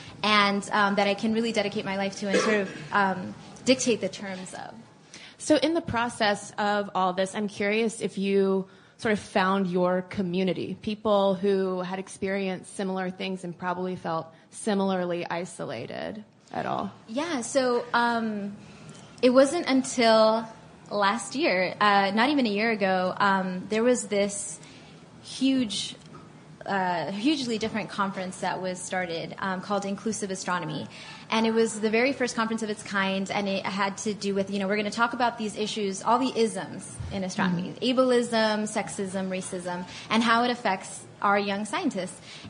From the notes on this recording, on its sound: In this live Stuff Mom Never Told You conversation at SxSW Interactive